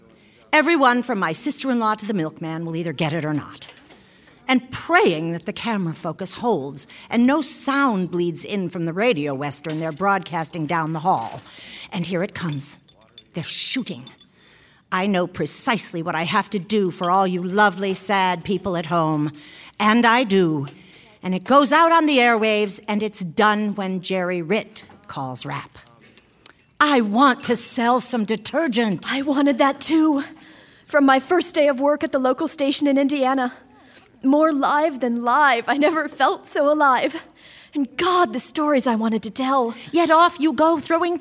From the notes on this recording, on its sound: Recorded before a live audience at the Skirball Cultural Center, Los Angeles.